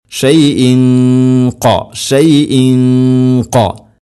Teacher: ഖാഫ് ഇഖ്ഫാഉം ബിഗുന്ന അവ്യക്തമാക്കി മണിക്കേണ്ട ഗുന്ന